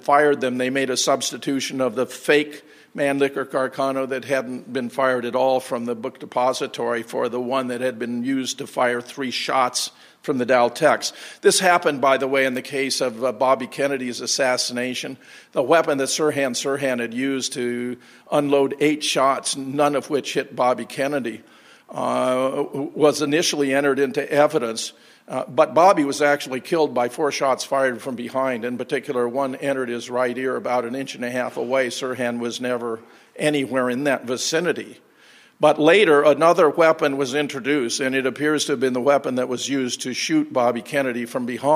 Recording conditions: live audience